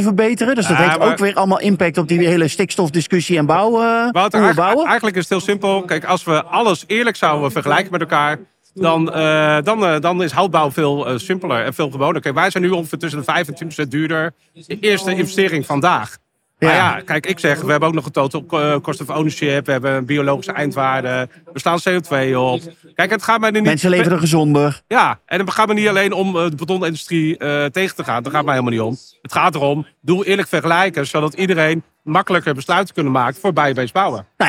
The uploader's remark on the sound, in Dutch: Deze podcast is opgenomen tijdens de PROVADA.